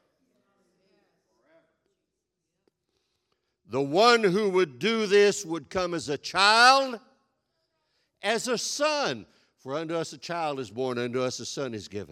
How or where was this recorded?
large echoing room